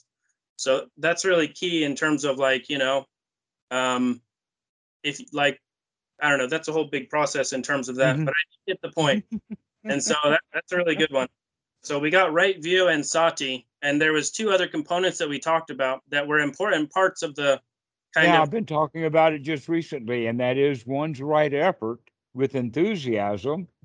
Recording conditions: video call